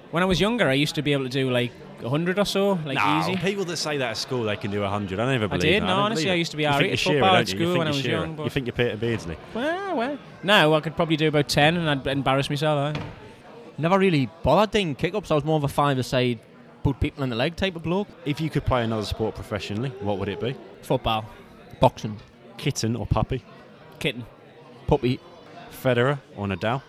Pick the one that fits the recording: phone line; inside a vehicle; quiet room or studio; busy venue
busy venue